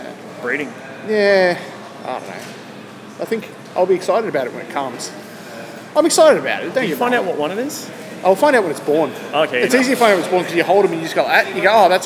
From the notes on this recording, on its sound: When they stopped at a shopping centre. Decided to set up the microphones and the camera.